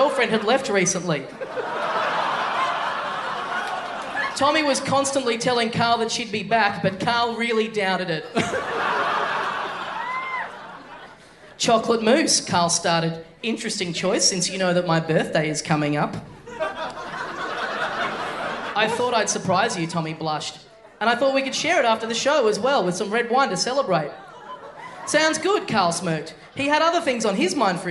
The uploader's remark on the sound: Recorded LIVE at The Croxton, Thornbury on June 25th, 2016.